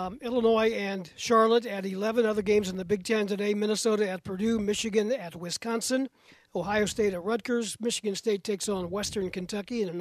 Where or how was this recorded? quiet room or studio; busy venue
busy venue